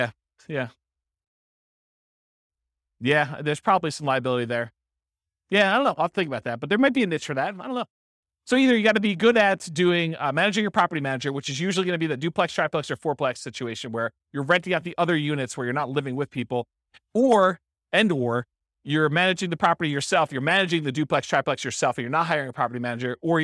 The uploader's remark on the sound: This was a live class recorded